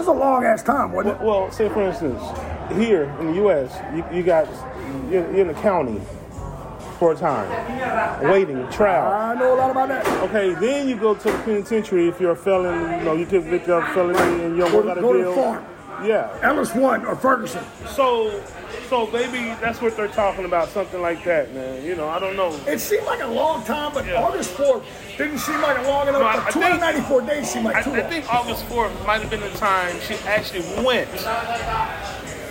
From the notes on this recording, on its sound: LIVE From The LOON. Are LIVE at The Loon every Monday at 7:00pm CST.